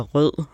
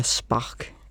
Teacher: Altså, hvis du siger rød, så er der stemthed. Men hvis du siger spark, så er der slukket for stemthed.